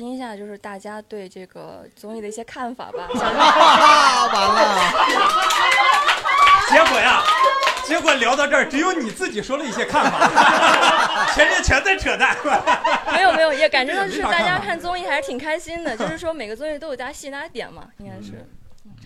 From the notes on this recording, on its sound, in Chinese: 本期我们的单口喜剧（脱口秀）演员主播们和现场的观众朋友们一块聊了聊。录制现场因为618付尾款活动而暂停十分钟。